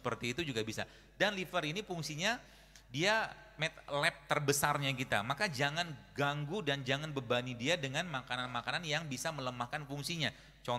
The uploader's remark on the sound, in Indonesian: Sebuah rekaman kajian di masjid Daaruttauhid Bandung